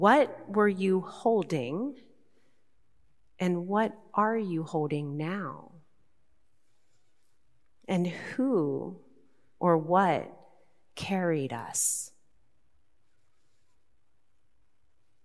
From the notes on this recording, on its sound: Recorded live at Beatitudes Church in Phoenix, AZ.